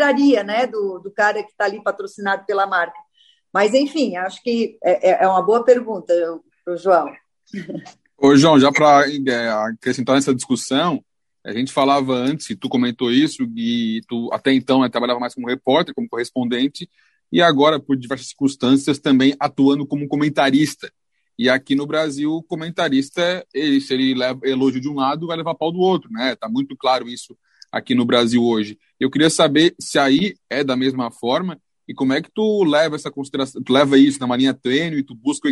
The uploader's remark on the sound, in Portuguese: Direto de Londres. Nessa mesa redonda virtual.